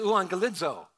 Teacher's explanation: You pronounce the two gammas here. It's like a G sound. When there's two of them, it has an NG sound.